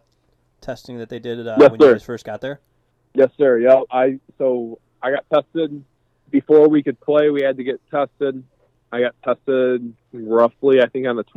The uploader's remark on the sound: Joins via telephone as he recovers from COVID-19.